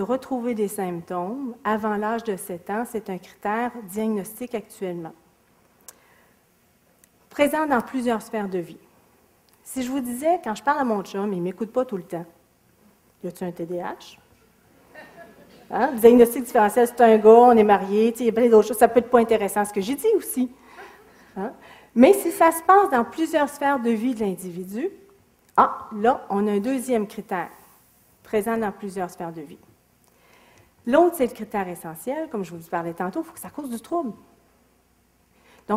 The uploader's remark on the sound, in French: Extrait de la conférence. Au cégep de Sainte-Foy.